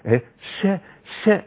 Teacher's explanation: ش ش فيها رخاوة، جريان صوت في الحرف